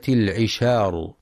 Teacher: وفي كلمة العشار ينتبه القارئ لترقيق الشين فلا يقرأ العشار بالتفخيم